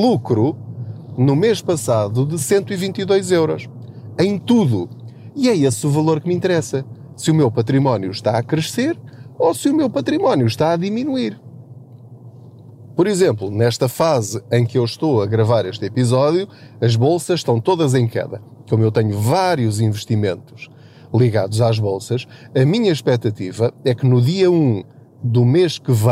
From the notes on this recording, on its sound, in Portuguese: Não ligue aos barulhos da viagem.